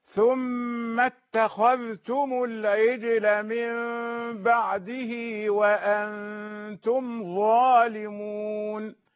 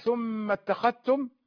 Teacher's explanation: اتخذتم يبين الذال، يظهرها، هذه قراءة الإظهار · Shown in: first take